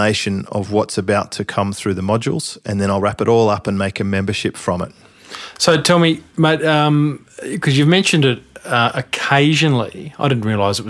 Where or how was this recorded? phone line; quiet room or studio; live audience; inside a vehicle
quiet room or studio